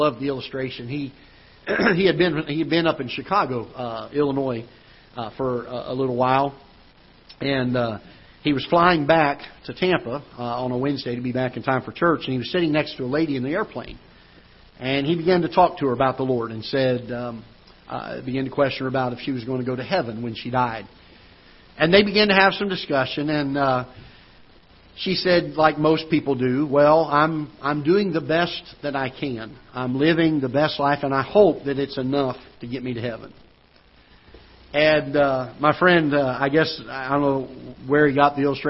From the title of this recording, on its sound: Ketha Heights Baptist Church ~ Live Broadcast